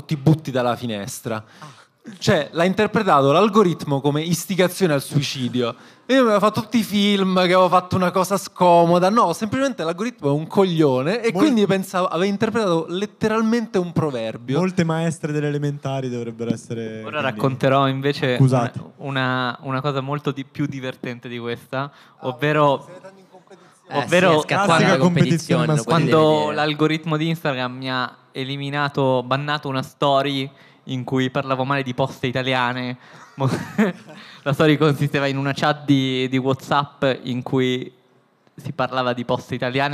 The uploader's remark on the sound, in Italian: Puntate registrate live a Bologna lo scorso settembre.